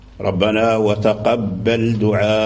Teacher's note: الياء في قوله ربنا وتقبل دعائي ربنا اغفر، يعني في الوصل، فإذا وقف وقف بالهمزة ساكنة، ربنا وتقبل دعاء همزة ساكنة، لأن هذه الياءات زادها ورش